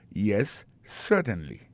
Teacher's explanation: accent tombé sur premier syllabe là